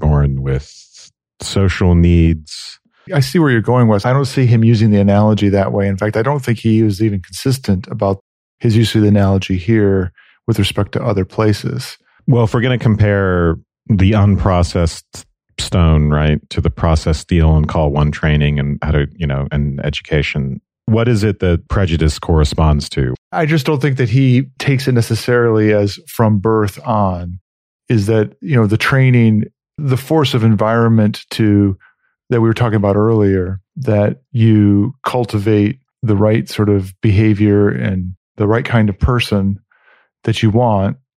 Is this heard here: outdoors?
no